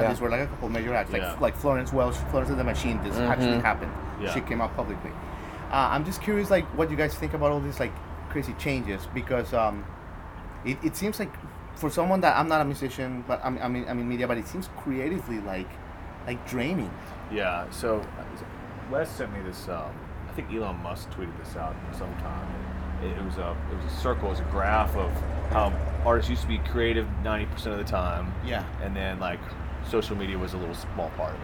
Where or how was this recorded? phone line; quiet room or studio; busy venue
busy venue